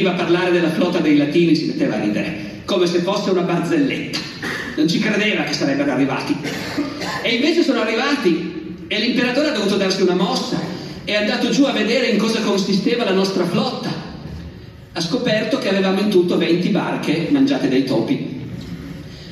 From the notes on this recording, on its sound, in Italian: (Sarzana, 2023). Evento registrato in loco.